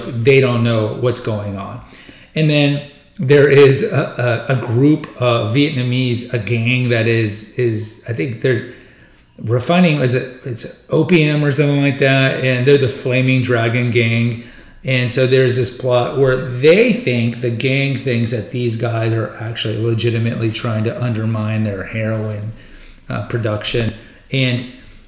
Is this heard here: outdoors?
no